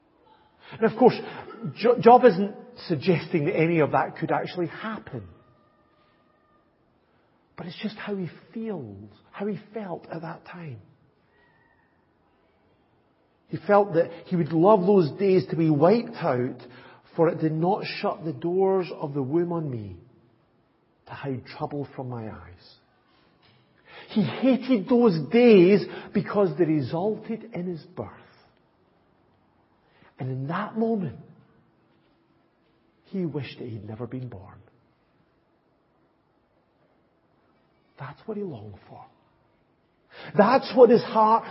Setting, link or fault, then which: setting, large echoing room